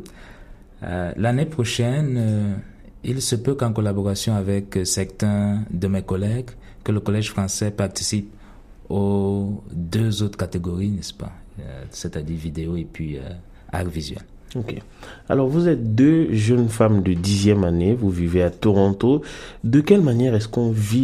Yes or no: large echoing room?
no